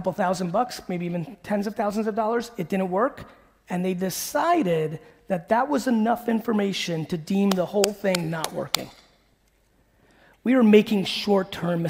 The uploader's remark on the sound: a throwback keynote from 2018